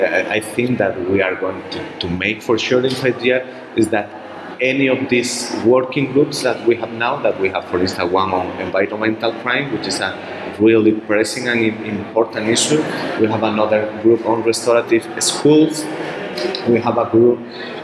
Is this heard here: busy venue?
yes